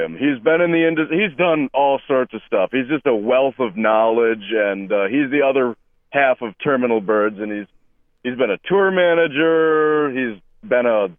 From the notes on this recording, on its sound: Joins us on the phone tonight. The Sound is written and produced by KQAL 89.5FM on the campus of Winona State University.